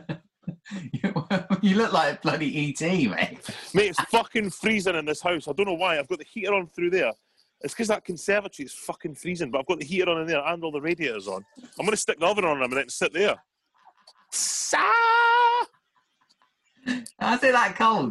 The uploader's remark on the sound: having a chat on zoom